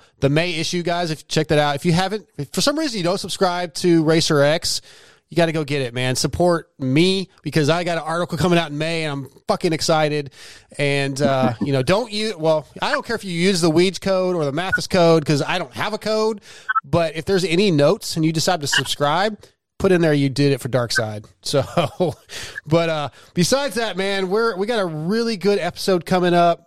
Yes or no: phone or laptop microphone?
no